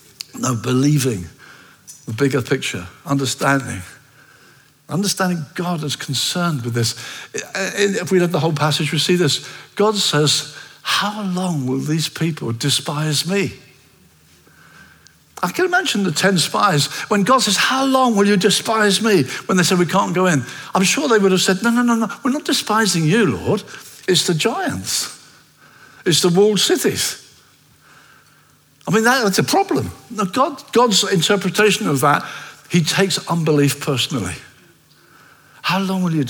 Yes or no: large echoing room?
yes